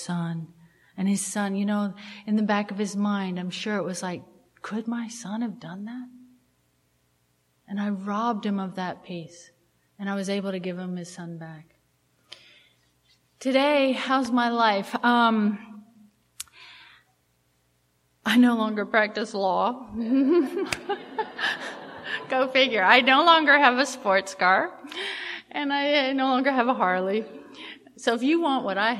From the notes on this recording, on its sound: at the Live at Pine Lake speaker meeting held in Seattle